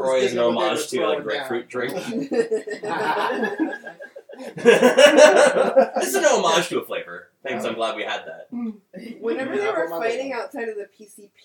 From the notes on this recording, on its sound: Maybe not the best audio that we've every done. This week we invite several friends over to watch Disco Godfather.